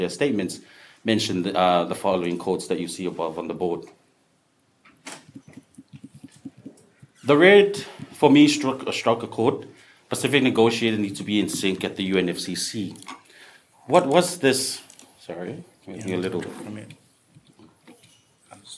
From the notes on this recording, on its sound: This panel at the 2018 Pacific Update (held in Suva on 5 and 6 July).